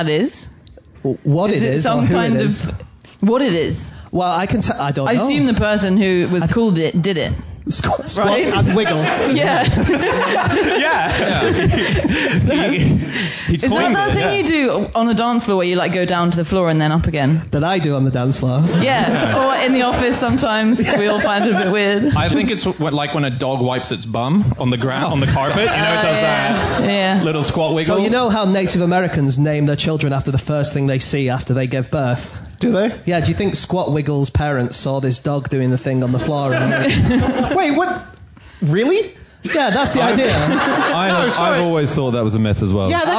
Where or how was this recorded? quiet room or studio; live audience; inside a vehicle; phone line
live audience